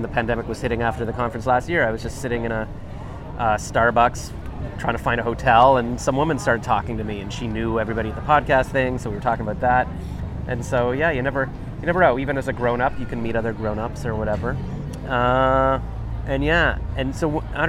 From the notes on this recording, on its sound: We were sitting outside in Ottawa's ByWard Market, as we talked, a huge storm started - It was called "May 2022 Canadian derecho" and did a lot of damage.